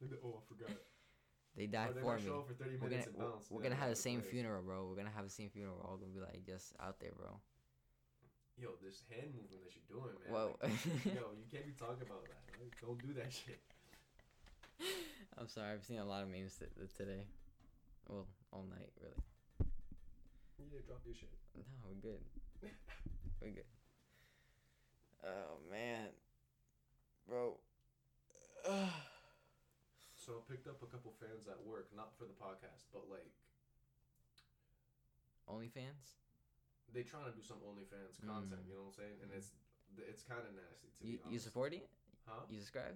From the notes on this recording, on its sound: We finally meet up in person and record after so long! The energy is a bit over the place and some audio issues.